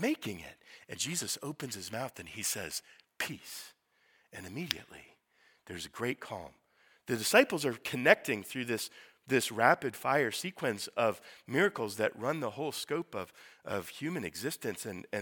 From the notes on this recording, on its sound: Sermon preached at Priestly Ordination Service